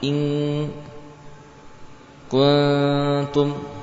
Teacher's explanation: Untuk huruf qaf dan kaf, ketika nun sukun bertemu dengan huruf ini, qaf dan kaf, maka suara gunnah itu mendominasi, bahkan mengalahkan suara pada makhraj atau pada bagian lidah. Lidah bagian belakang menempel ke atas, kemudian suara hanya mengalir melewati khoyshum. Jadi terjadi inghilaq atau penutupan secara sempurna pada makhraj mulut, sehingga suara gunnah mendominasi dan bahkan sempurna melewati khoyshum, tidak berbagi dengan suara dari bagian lidah. · Term: ikhfa